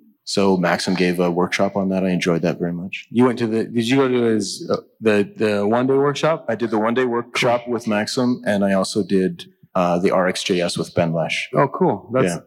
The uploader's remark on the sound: This episode of Adventures in Angular comes to you live from ng-conf 2019.